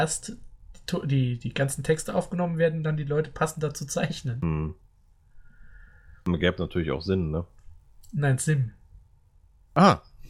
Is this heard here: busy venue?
no